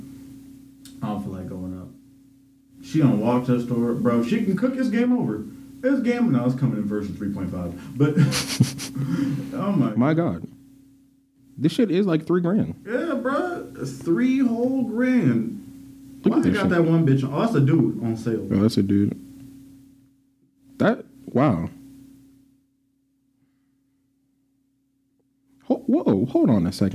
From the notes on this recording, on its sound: We apologize for the audio issues